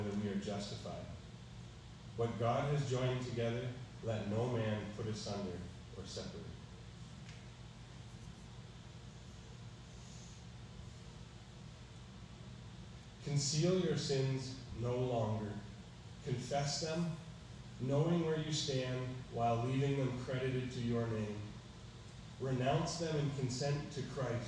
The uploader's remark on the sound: Preached on March 13, 2022 at EBC